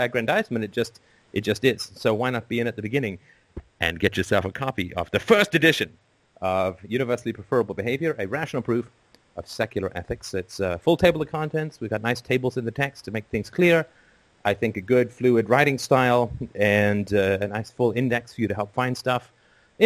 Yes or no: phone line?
yes